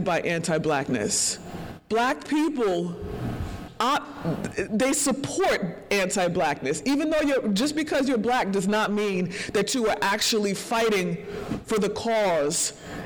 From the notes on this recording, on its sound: As part of the Holyoke Black Lives Matter at School event. This is the recording of her keynote, that brought a warming feeling to all the public in attendance during that cold morning at El Mercado, in South Holyoke.